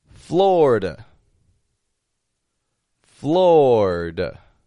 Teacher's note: That I in the middle, totally dropping out. Instead of a Florida, just two quick syllables.